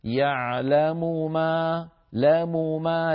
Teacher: لابد من بيان كلتا الميمين